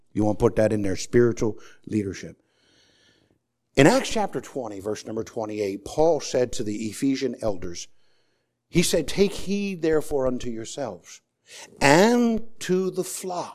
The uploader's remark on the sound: Sermon preached on Sunday Morning. At the First Baptist Church of Easton.